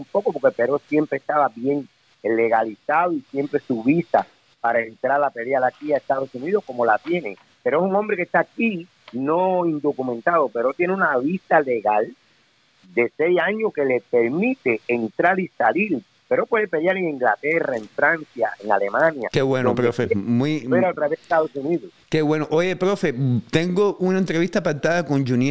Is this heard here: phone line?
yes